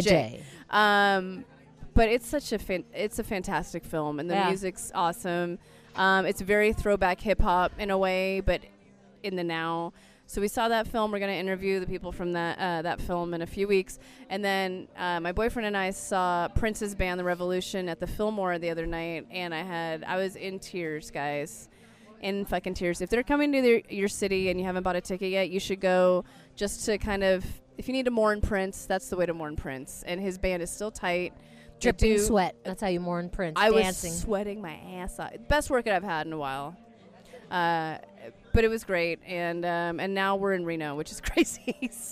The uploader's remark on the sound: RENO. Recorded some late night gems deep in the casino right as the sun was coming up.